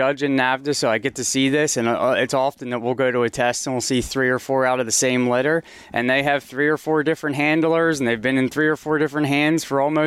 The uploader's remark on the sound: On location at the Epagneul Breton conclave